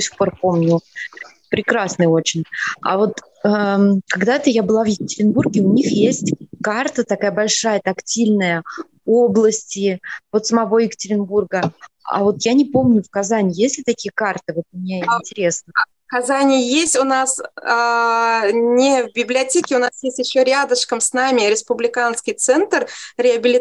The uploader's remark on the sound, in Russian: Видеозапись вебинара